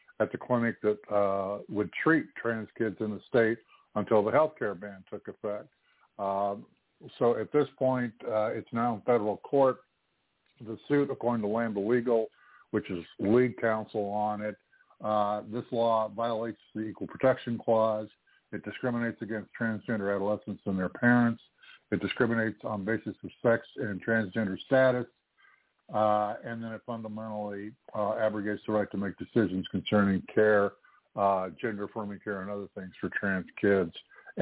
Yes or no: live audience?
no